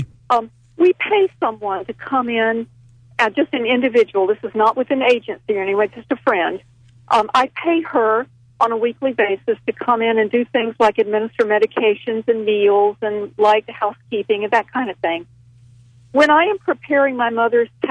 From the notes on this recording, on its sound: Financial planning call-in show.